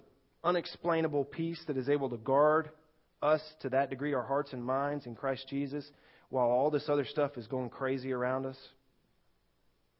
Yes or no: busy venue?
no